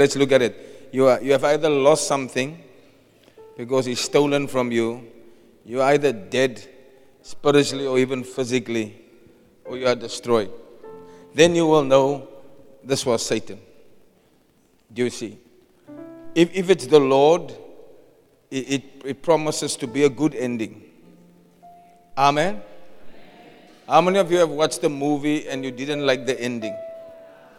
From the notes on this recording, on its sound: Preached at the Loyalty and Disloyalty conference 2023